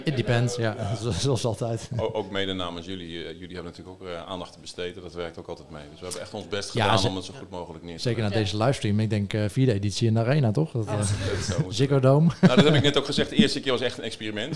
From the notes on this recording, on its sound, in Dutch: Tijdens de DDMA Dutch CRO Awards op 3 oktober 2019 deden we live verslag vanaf het event.